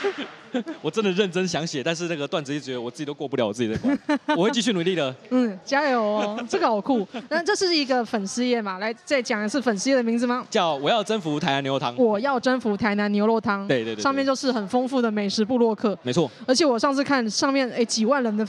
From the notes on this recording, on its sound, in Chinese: 這一集出外景！來到台南講open mic，表演完立刻就在肯德基錄podcast！